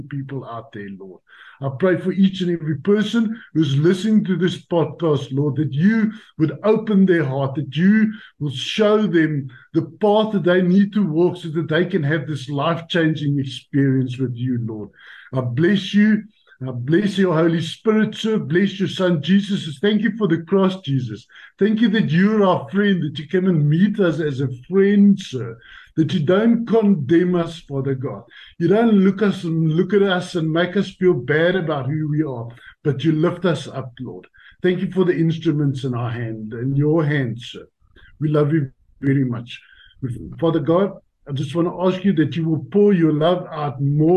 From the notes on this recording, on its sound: The Transformation Table Zoom Meeting